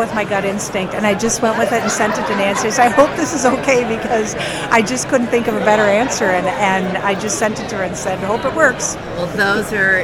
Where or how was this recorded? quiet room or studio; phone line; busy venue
busy venue